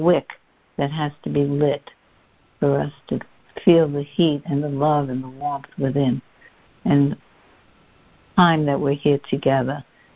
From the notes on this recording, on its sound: joining together on a Free Conference Call